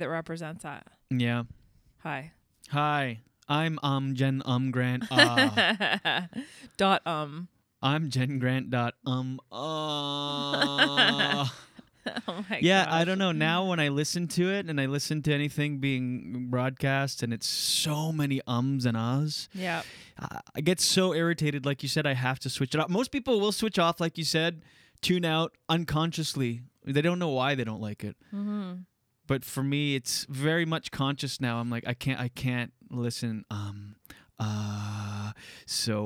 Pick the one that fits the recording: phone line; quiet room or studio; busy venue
quiet room or studio